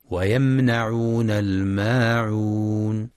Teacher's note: والصواب فتح النون فقط دون مد